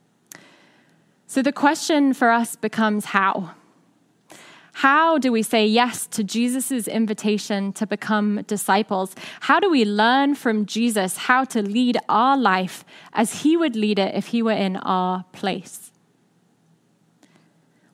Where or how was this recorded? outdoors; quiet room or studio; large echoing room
large echoing room